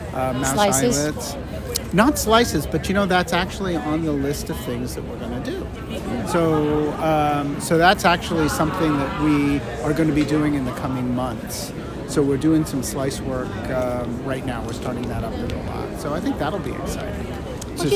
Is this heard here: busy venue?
yes